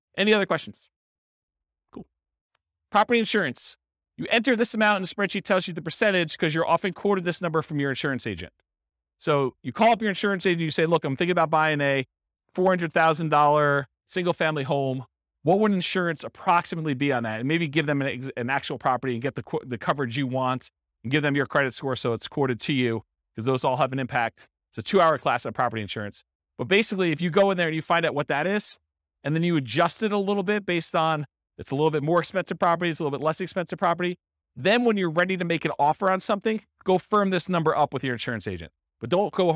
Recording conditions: live audience